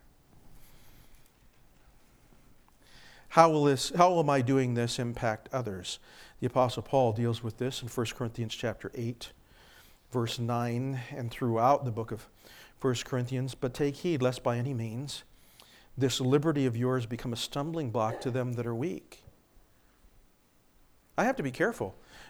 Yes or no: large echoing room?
yes